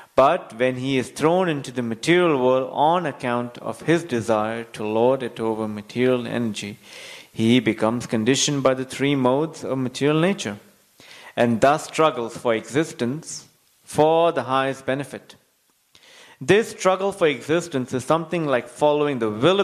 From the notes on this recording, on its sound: Recorded on Wednesday, 15 Apr 2020 at ISKCON Sydney temple.